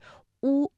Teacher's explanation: 发音的时候舌位唇形开口度始终不变 · Term: 单韵母